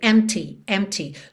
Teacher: Do M você já vai direto para o T. · Term: P mudo